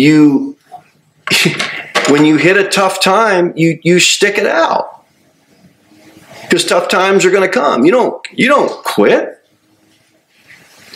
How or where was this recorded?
large echoing room